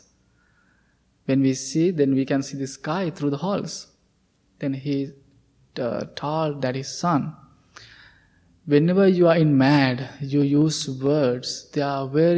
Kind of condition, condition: setting, large echoing room